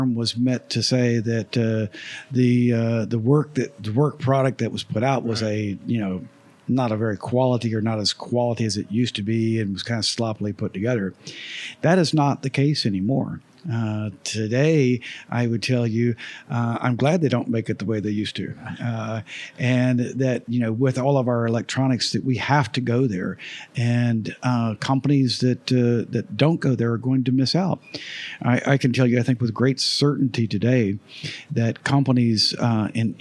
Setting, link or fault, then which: setting, busy venue